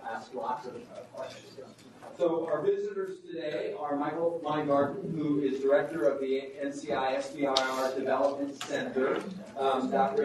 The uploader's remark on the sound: Norris Cotton Cancer Center Grand Rounds presented on August 28, 2018